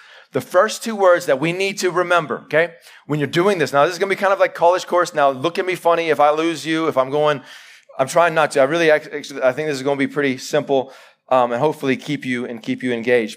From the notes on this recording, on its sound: Live sermon recorded 11-July-2021